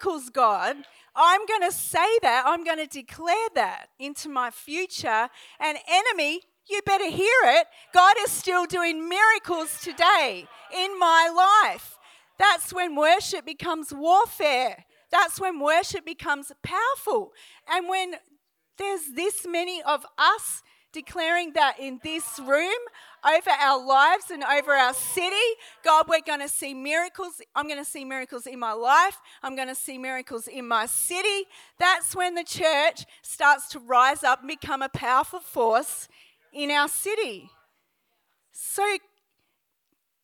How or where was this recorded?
live audience